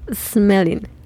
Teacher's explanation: Recuerda que sin el sonido de la E, entonces comenzamos desde el sonido de la S.